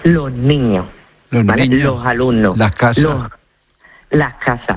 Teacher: en lugar de pronunciarla con la S, lo que hacemos es aspirarla · Term: S aspirada